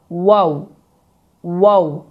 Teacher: dodaqlar qönçəvari şəklini alaraq və yuxarı kəsici dişlər aşağı dodağa toxunmayaraq